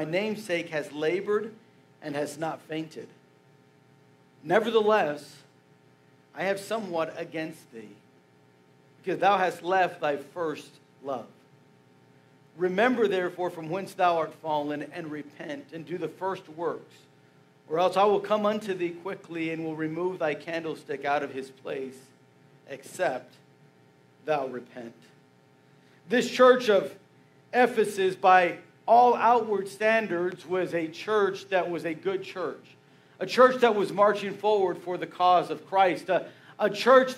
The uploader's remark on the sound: Message preached Sunday February 11, 2024